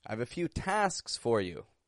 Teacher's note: We make an S, S. We make a K, K. And then we make another S, S.